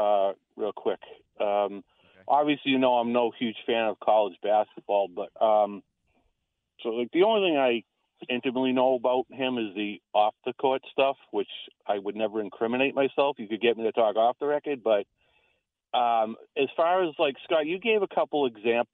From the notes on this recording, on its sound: continue to take your calls live on the air